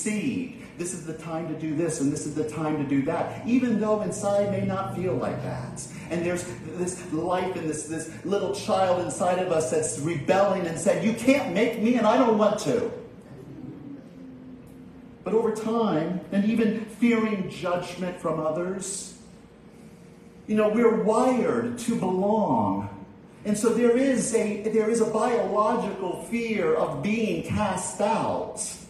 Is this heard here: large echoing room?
yes